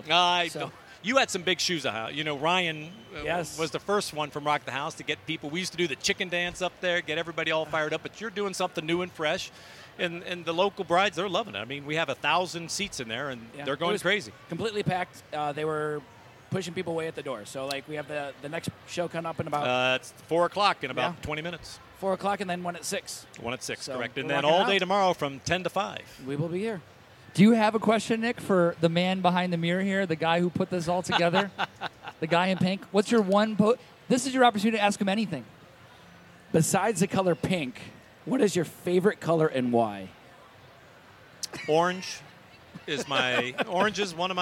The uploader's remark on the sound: Live Recording from day 1 of the Today's Bride show. Taking questions from attendees.